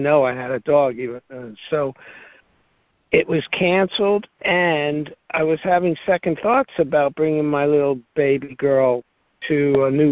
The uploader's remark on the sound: ACIM Daily Conference Call.